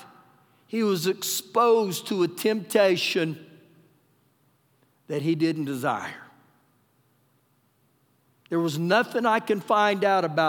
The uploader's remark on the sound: Recorded live during our Sunday morning service